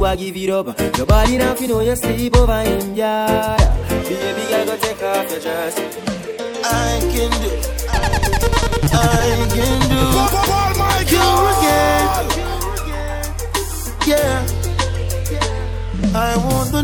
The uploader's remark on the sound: LIVE AT ISLAND SATURDAYS ON DEC 17TH